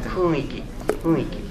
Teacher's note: Donc comme il y a un i, une voyelle, un ou avant, il faut glisser, mais par sans fermer la voix continue, les cordes vocales sont toujours tendues et la voix vibre. Et on passe d'un ou à un i, fuiki, mais avec une légère nasalisation